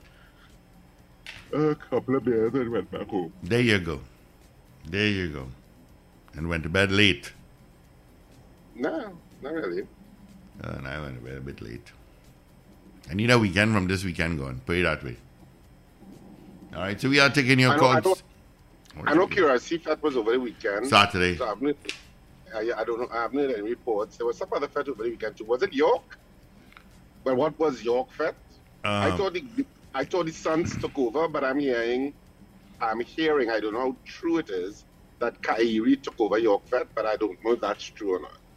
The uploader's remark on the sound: we take more calls from the audience